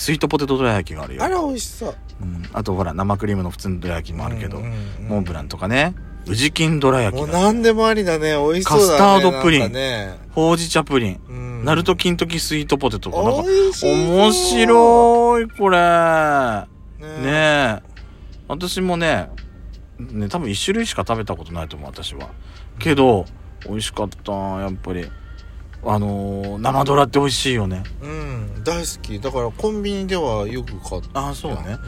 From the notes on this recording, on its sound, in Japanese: From Radiotalk。2人組。パーキング収録。